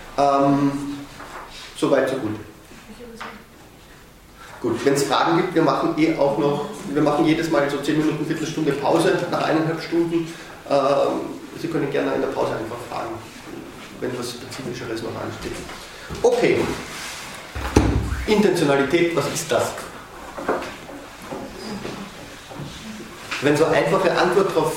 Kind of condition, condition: setting, large echoing room